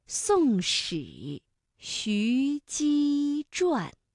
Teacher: 所以这五个字分别是平舌音、卷舌音、舌面音以及卷舌音